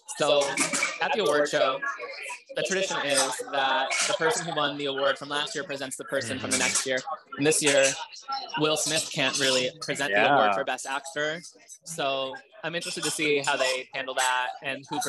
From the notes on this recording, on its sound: a live pod at Cafe Reggio in the Village